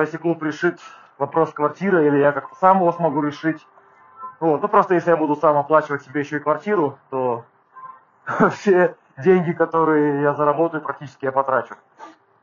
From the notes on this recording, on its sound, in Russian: ПЛОХОЕ КАЧЕСТВО ЗВУКА